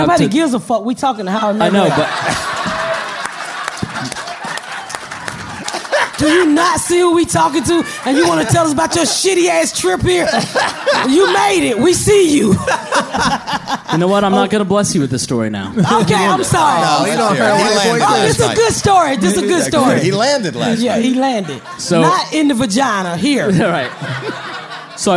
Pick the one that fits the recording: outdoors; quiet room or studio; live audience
live audience